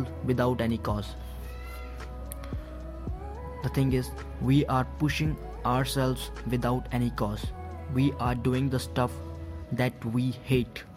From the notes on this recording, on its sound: And sorry for the background music.